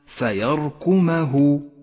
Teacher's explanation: ولاحظ أن حرف الميم حرف مفتوح وليس حرفا مضموما، فقل فيركمه ولا تقل فيركمه، فإنه لحن جلي.